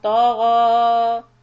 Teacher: keep both ta and ghain heavy and stretch the ghain